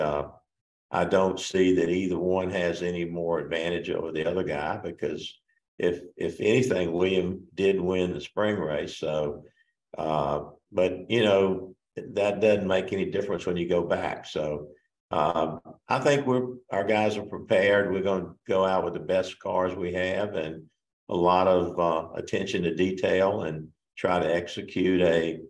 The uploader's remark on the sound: Met with reporters via Zoom to discuss the NASCAR Championship.